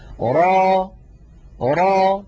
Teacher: را هذا مد طبيعي، ألف مسبوقة بفتحة، نمدها بمقدار 2، ونحرص ألا نخرج في آخرها همزة